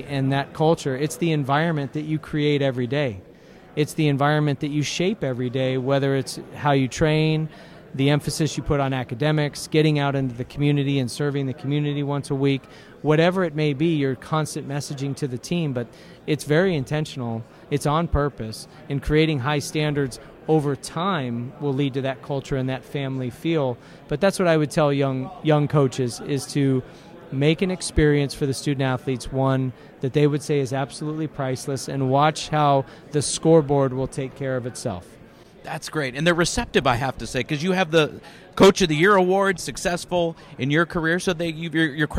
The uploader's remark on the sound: We set up shop on podcast row at the 80th annual American Baseball Coaches Association Conference in Dallas.